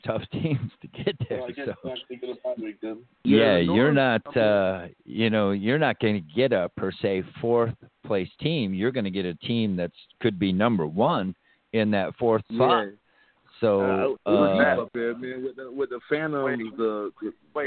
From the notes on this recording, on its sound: call in's all show long